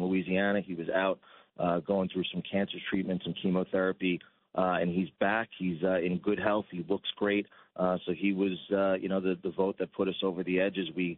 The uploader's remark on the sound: Calls in on his way back to Washington, D.C.